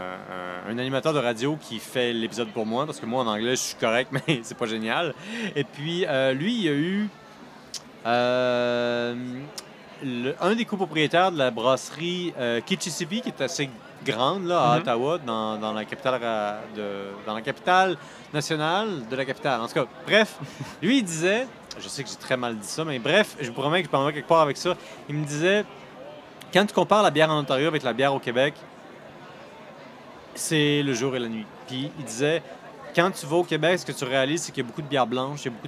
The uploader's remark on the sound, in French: lors du Festival des Brasseurs et des Artisans de Québec